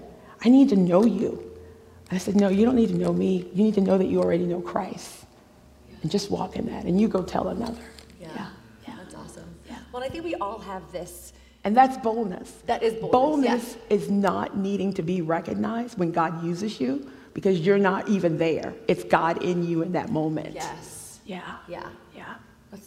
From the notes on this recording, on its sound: This message was recorded live from the Mosaic Church "Hope Center" in Charlotte North Carolina.